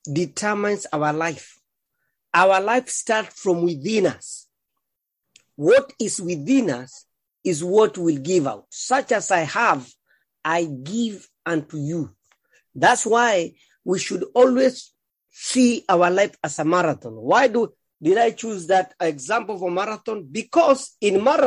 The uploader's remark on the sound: Thank you for praying and joining Living Effectively zoom meeting